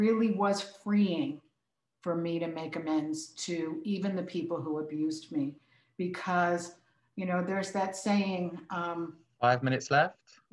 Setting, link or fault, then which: link, video call